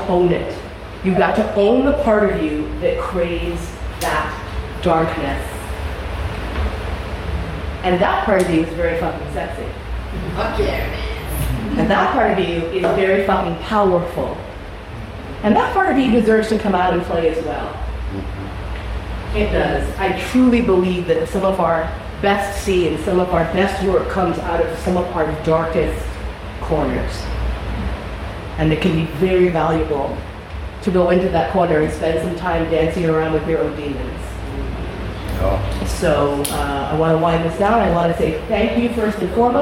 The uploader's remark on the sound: I'm here at the Birmingham Bizarre Bazaar in yet another lecture